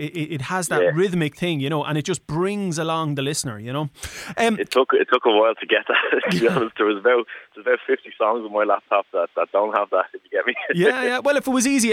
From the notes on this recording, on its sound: Over the phone. Originally broadcast on Irish Beats on 26th July 2020.